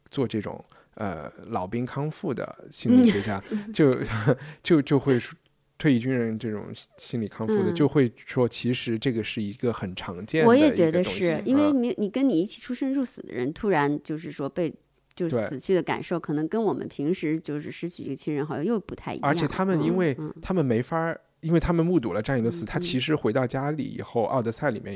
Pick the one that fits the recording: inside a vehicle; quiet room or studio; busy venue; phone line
quiet room or studio